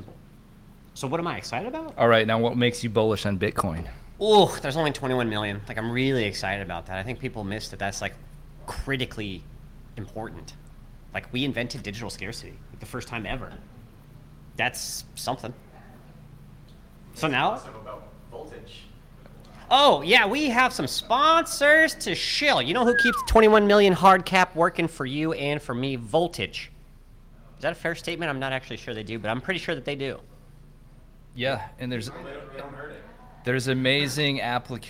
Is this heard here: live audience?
yes